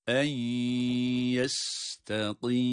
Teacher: Kaf kalın. Mim harfini de gunne sesi vererek okuyup duruyoruz.